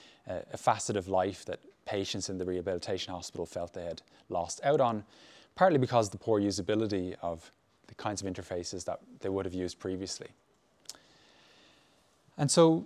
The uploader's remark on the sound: Talk to our live audience. Live Q&A.